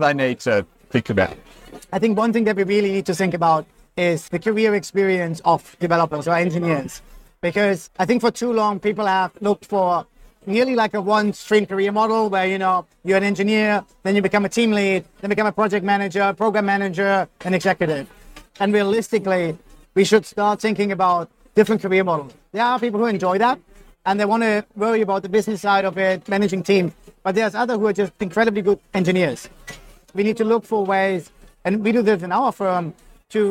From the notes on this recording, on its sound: Recorded live at the Agile Australia Conference.